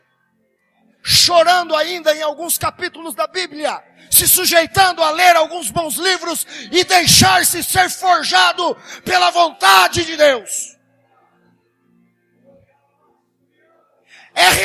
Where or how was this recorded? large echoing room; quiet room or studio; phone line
large echoing room